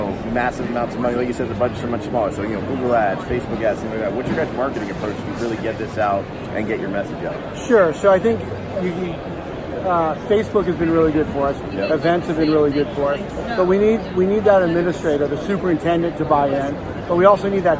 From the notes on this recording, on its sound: live from the FETC event